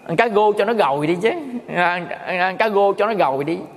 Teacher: Cho nên đó là mình về miền Tây á là mình nghe là chữ R thành chữ G không à